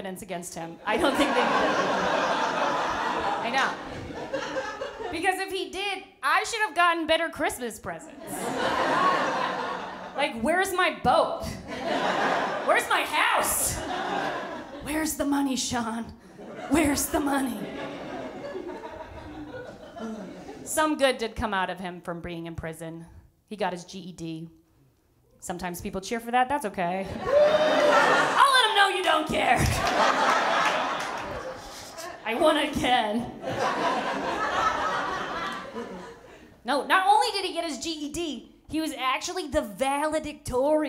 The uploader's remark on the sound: With A Live Audience